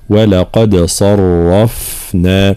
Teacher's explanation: ترقيق الواو واللام ثم تفخيم القاف، دال مرققة ومقلقلة، ثم نرجع إلى تفخيم الصاد والراء.